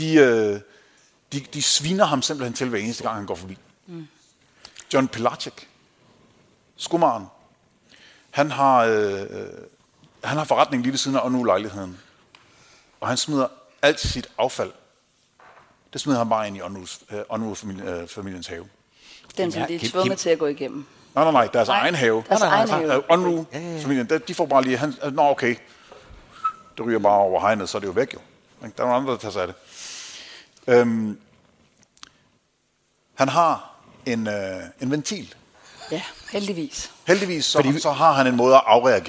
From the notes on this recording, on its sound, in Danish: Live fra Århus Musikhus